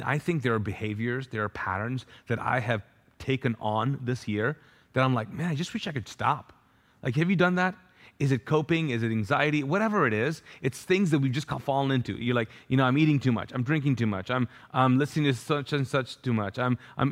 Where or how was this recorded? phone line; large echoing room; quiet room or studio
large echoing room